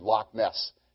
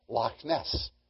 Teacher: the C-H is not chair. It's not that sound. It's that little bit of guttural sound. · Shown in: second take